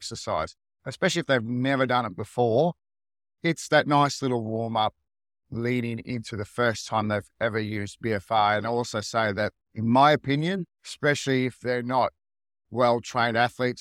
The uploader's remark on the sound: For this episode I am actually recording in my car on the drive to work.